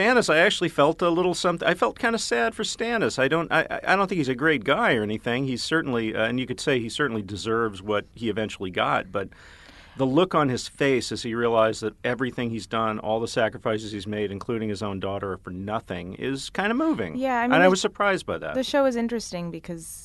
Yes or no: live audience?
no